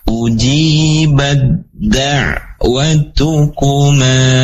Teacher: Cara membacanya berarti masuk ke dalam huruf dal · Term: idgham mutajanisain